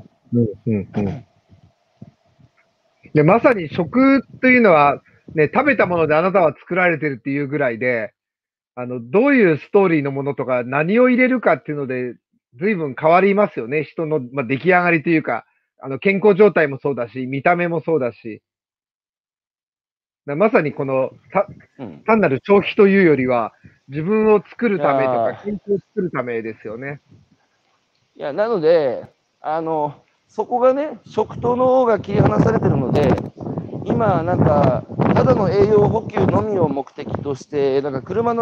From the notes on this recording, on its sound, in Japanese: 歩きながら1時間、対談する